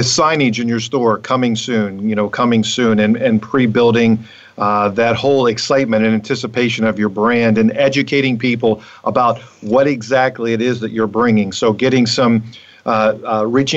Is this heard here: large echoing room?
no